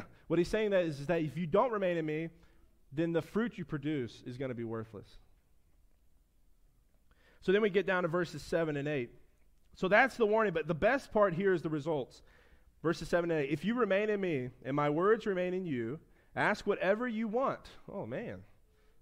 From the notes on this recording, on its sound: preached at his church (First Baptist Church of Floral City, Fl)